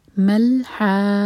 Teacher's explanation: تو ہم پڑھیں گے ملحاقہ. تا مربوطہ پر جب رکتے ہیں تو وہ ہا بن جاتی ہے اور وہ سکون لے گی